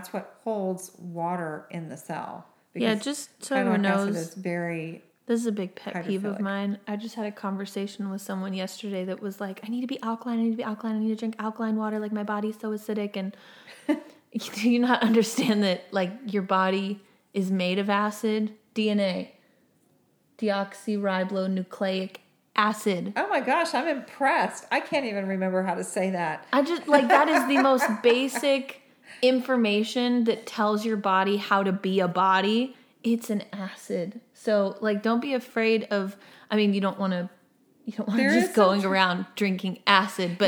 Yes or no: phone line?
no